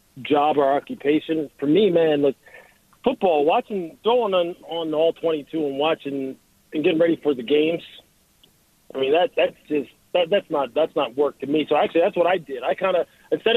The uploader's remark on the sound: we open the phones and answer your questions